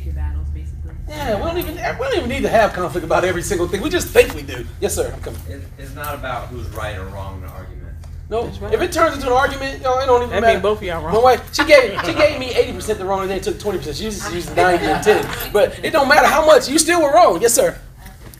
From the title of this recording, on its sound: Live at the Art of Marriage Conference